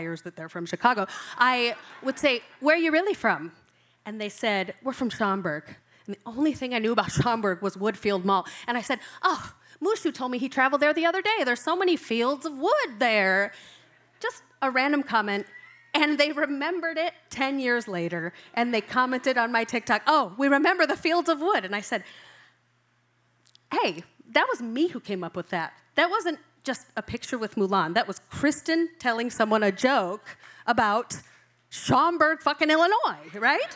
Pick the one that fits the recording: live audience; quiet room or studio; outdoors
live audience